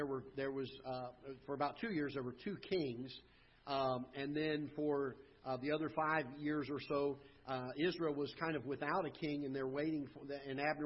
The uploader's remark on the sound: Ketha Heights Baptist Church ~ Live Broadcast